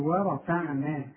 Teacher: الراء فخمها، الفه رققها، العين والنون والمد بتاعهم رققهم